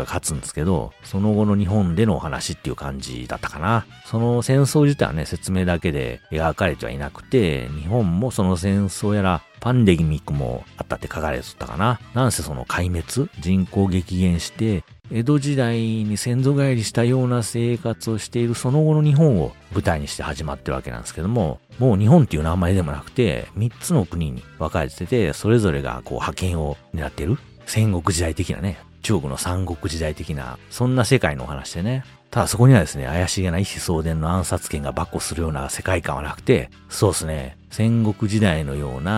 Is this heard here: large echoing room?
no